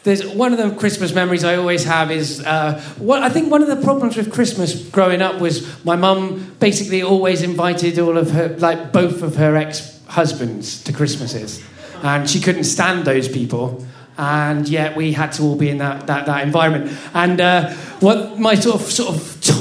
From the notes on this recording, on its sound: Our Tragic Christmas live event which took place at the Dogstar in Brixton on the 12th December. This event was a fundraiser for the brilliant Arts Emergency.